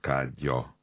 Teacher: Tehát se nem hosszú D, se nem hosszú J, se az nem, igen, történik, hogy a D egy kicsit hasonlítani, igen, kezd a J-hez, se fordítva, igen, hanem ők ketten összeolvadnak, és egy új minőséget alkotnak, és egy hosszú J az lesz az, amit kiejtünk · Term: összeolvadás